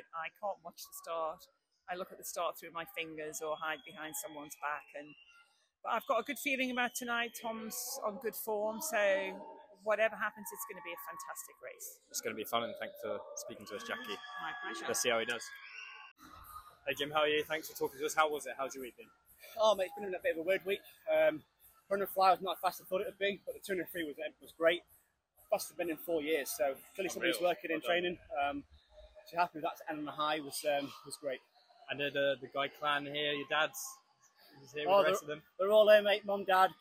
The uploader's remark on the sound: LIVE FROM BRITISH CHAMPS IN SHEFFIELD